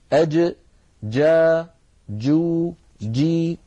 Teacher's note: مخرج الجيم من هنا من وسط اللسان وليس من طرف اللسان، من وسطه هنا.